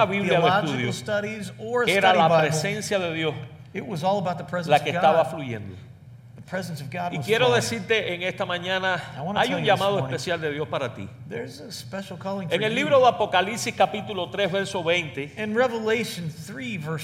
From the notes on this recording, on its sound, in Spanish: Fue capturado en vivo el 6 de octubre de 2019 en la iglesia 4 Corners en West Chester, OH.